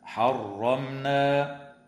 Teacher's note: وتظهر الميم الساكنة عند النون في كلمة حرمنا